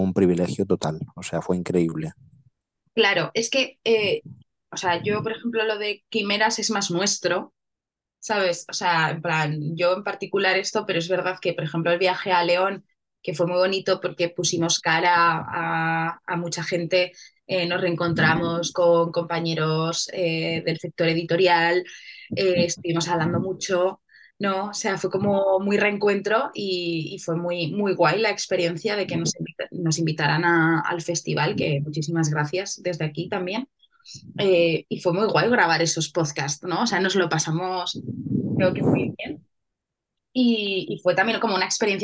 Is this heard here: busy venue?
no